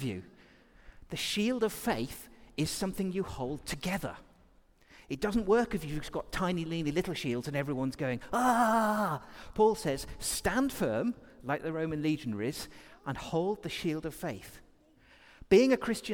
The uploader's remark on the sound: Recorded during our all-age service